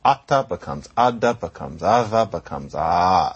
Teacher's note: A consonant like T between two vowels will tend to become D and then the and then maybe nothing between those vowels.